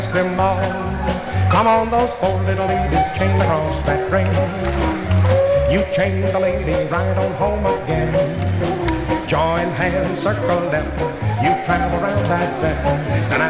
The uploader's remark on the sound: from the 1964 Blue Star Jubilee Square Dance held in the Sam Houston Auditorium